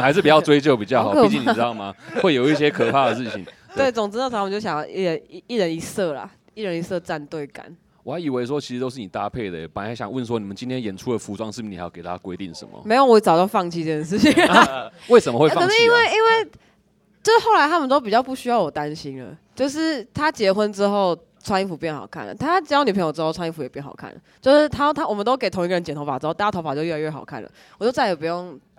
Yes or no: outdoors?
yes